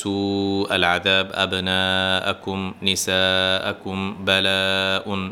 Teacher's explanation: সবগুলোতে প্রায় 4 হারাকা বা 4 সেকেন্ডের কাছাকাছি মাদ দিবেন।